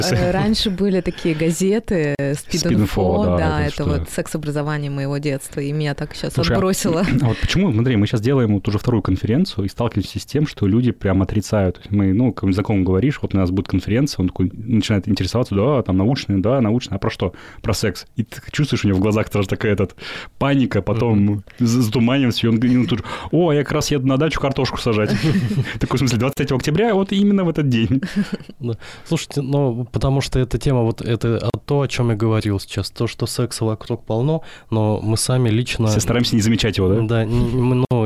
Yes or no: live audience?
no